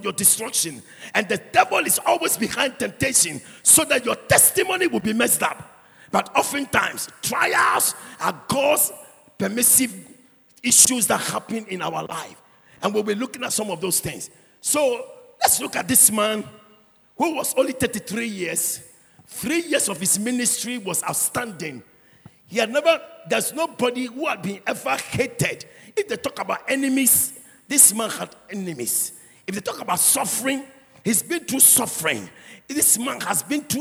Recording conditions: large echoing room